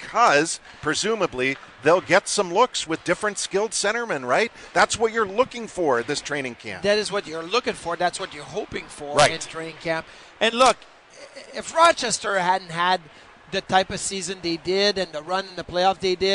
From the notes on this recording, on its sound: live from Sabres development camp